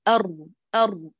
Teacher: ارتعادة واحدة في بنية الحرف مع إجراء الصوت جريان جزئي